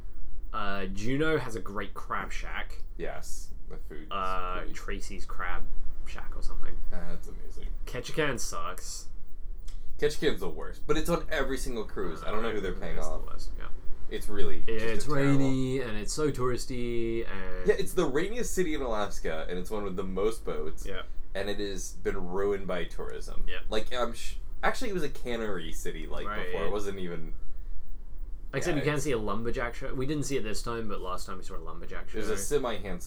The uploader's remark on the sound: This very special episode comes from a cruise ship! We brought our microphone along with us on a cruise to Alaska. Haven't you always wanted to hear the dulcet tones of a foghorn interrupt your podcasting experience?